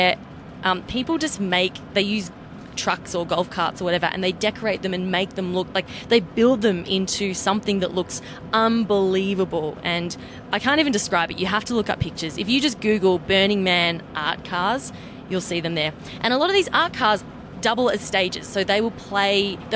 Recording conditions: inside a vehicle